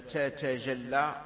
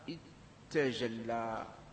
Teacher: يجوز لك أن تقول تتجلى هكذا بالفك بالفك، نعم، ويجوز لك أن تقول اتجلى